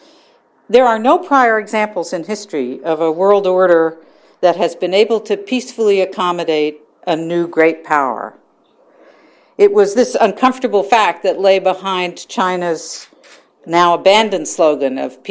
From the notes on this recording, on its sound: delivered remarks at the Carnegie Endowment for International Peace